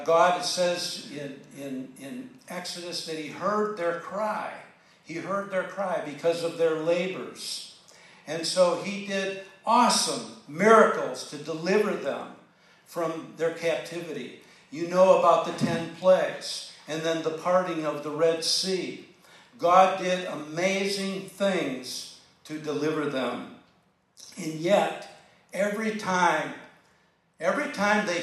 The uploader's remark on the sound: This edifying sermon was delivered during Granbury's Annual Community Thanksgiving Service